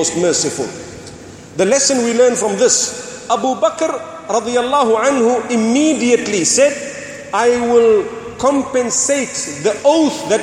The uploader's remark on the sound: Delivered at Tuanku Mizan Zainal Abidin Musjid